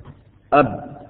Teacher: انتهى الصوت عند الشفتين فمخرج الباء الشفتين